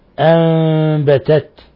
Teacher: ساكنة جاء بعد حرف الباء في نفس الكلمة، الحكم التجويدي إقلاب، تخفى النون الساكنة عند الباء ميما مخفى · إقلاب قلبنا النون الساكنة عند الباء ميما مخفى